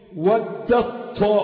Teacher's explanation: ودت كأن التاء غير موجودة، هتلاقيها معراة في المصحف.